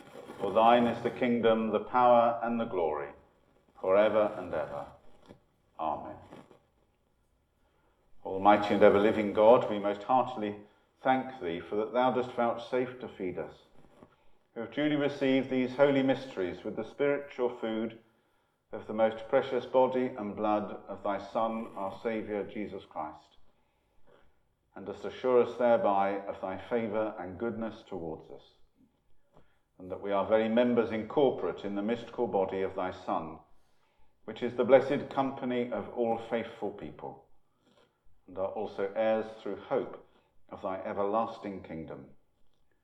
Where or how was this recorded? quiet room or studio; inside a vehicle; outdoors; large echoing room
large echoing room